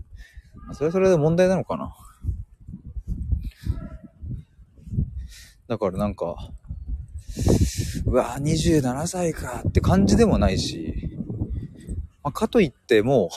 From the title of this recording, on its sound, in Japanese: 駅まで歩きながら！